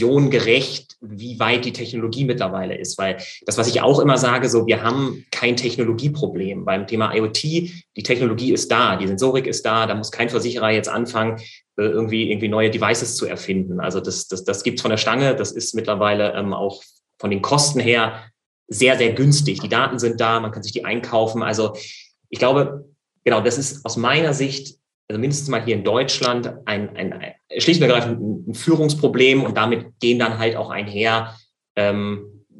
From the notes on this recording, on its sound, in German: Wir haben den Online-Expertentalk via Zoom aufgezeichnet. Für den Podcast haben wir den Talk ein wenig gekürzt.